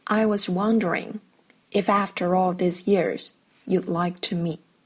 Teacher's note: 最后一个词 meet 在歌中呢，实际上那个 t 是没有唱出来的